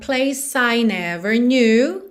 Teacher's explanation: Place para I, você junta, porque o E final de place não é pronunciado.